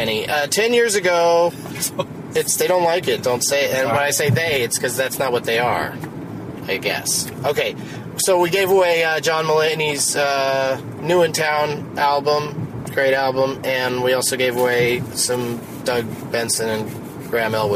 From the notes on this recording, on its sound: While driving to the airport